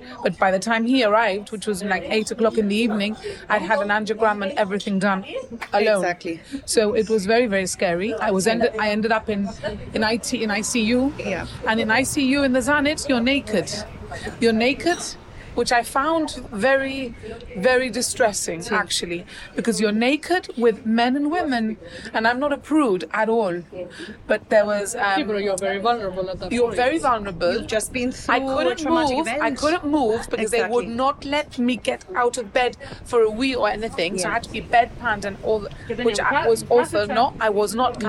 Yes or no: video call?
no